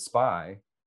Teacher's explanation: But when you say spy, you don't feel anything. There's no air. It's like not that burst of air.